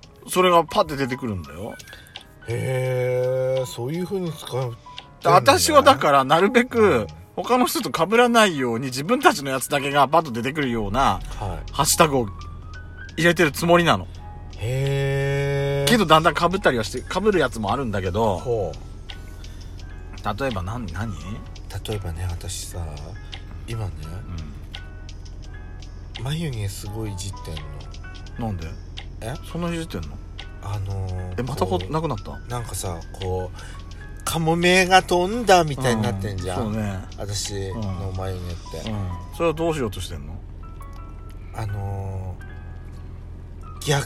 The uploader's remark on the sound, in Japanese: From Radiotalk。2人組。パーキング収録。